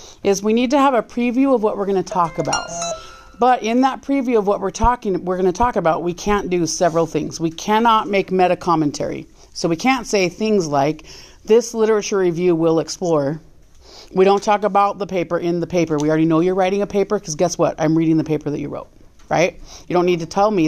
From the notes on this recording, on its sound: This is a recording of an in-class guided peer review